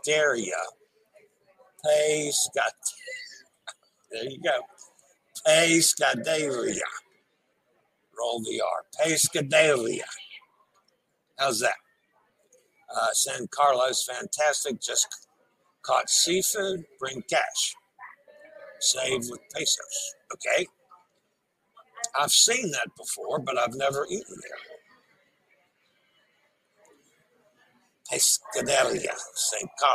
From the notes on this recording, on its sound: LIVE from the Norwegian Breakaway and the Vloggers Extravaganza.